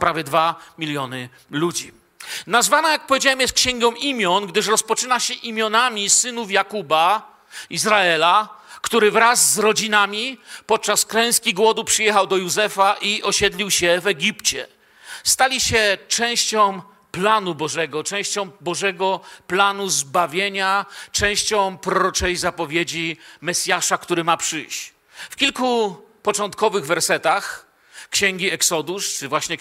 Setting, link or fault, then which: setting, large echoing room